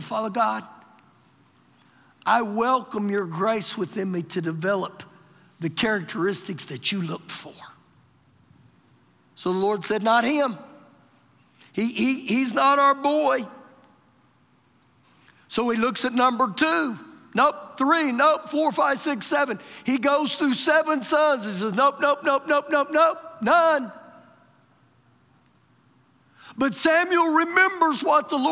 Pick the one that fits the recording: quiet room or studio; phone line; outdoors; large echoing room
large echoing room